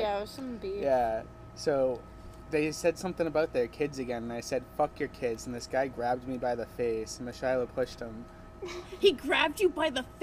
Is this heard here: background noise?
yes